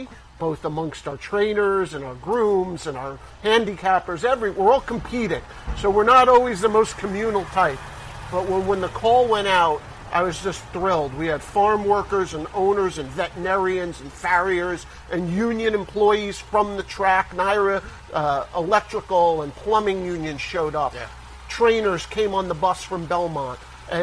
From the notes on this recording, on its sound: live from Saratoga Race Course